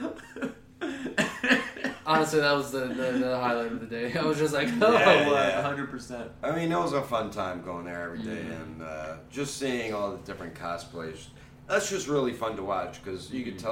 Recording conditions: poor microphone